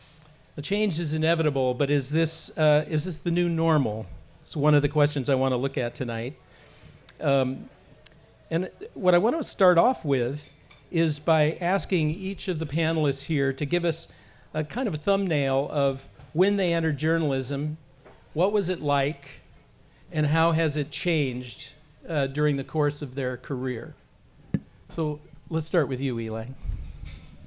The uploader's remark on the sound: Humanities Washington presented this Think & Drink event. The discussion took place at Naked City Brewery in Greenwood on December 12.